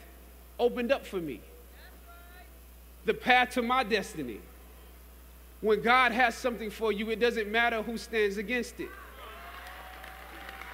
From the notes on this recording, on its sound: during Howard University's 150th Commencement Ceremony on Saturday, May 12 in Washington, D.